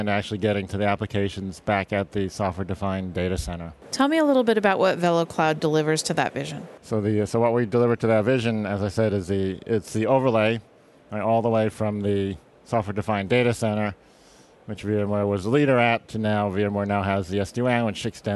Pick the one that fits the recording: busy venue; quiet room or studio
busy venue